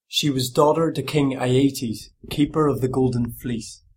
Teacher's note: The accent is rhotic, so the R is being articulated in every word position. You'll hear the sort of bending energy in vowels like ear for tf, and you will hear a degree of twang in the energy of the accent too.